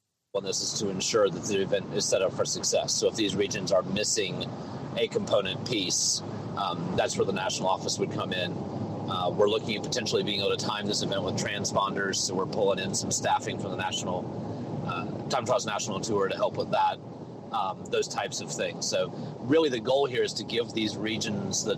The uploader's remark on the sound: Talks about hillclimbs while driving. We've got bad phone connections but we keep trying.